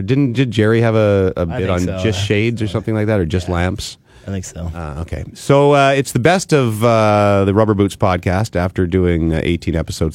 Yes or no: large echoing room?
no